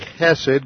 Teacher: it's a hard H in Hebrew, more like a guttural C-H